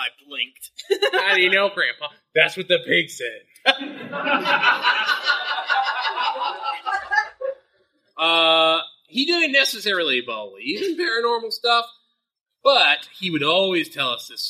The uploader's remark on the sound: This week we are bringing you the live show from Geeklycon 2023. Sorry for the audio quality.